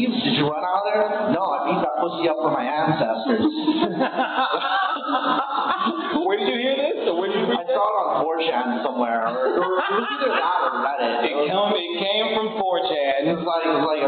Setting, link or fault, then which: fault, poor sound quality